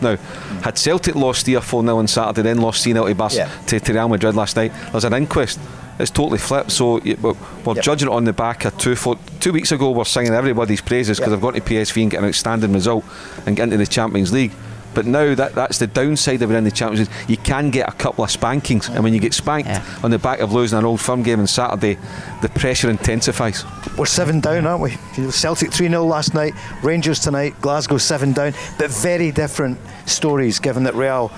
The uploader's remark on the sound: Live At Radisson Red. Recorded at The Radisson Red.